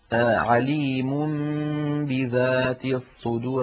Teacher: لأن النون من طرف اللسان والباء من الشفتين، فإذا قلب النون التي هي لسانية وفيها غنة إلى حرف شفوي وفيه غنة وهو الميم فنطق ميما من الشفتين ثم باء من الشفتين بإطباقة واحدة كان هذا أسهل في النطق. · Term: الإقلاب